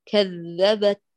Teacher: حافظي يا غاليتي على جهرية الذال، لا تتعمدي إخراج مستدق الطرف، لا تتعمدي إخراجه.